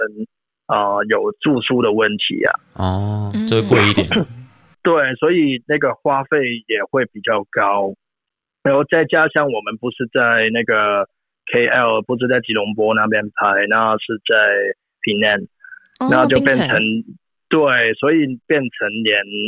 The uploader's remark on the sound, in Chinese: 電話訪問香港知名電影美術指導